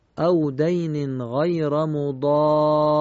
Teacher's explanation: باید با مکس و کشش این تشدید رو بیان کنیم